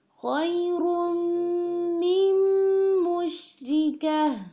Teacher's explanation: حتی یؤمن ولأمة مؤمنة خیر من مشرکة خیر من مشرکة خیر میم مشرکہ، یعنی میم مشدد آ رہا ہے، اس پہ غنہ کرتے ہیں